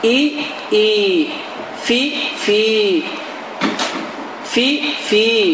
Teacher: Əgər yə hərfin üzərində heç bir simvol olmazsa, yə, və özündən əvvəl hərf, hər hansı bir hərf, lüboy hərf, özündən əvvəl gələn hərfin hərəkəsi kəsrə, i olarsa, bu zaman bu i saiti iki dəfə artı uzadılır · Term: məd hərfi